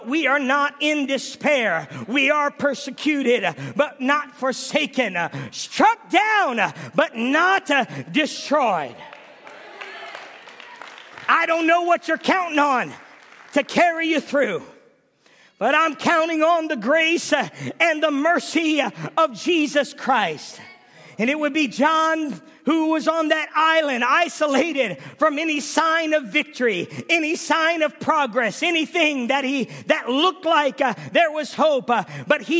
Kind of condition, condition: setting, large echoing room